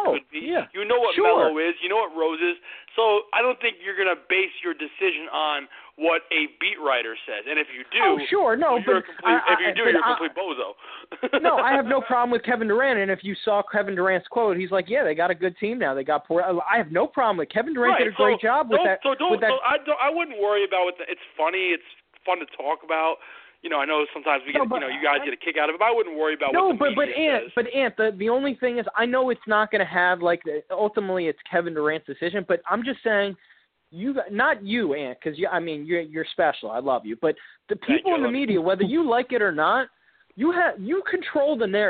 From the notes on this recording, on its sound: Tonight we take your phone calls